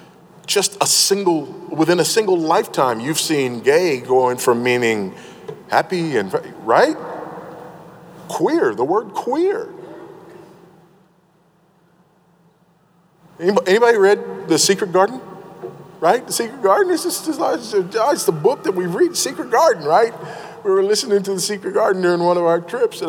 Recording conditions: live audience